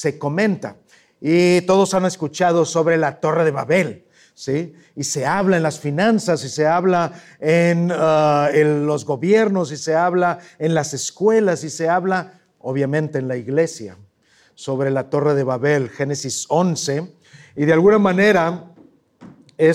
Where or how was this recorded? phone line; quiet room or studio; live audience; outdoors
live audience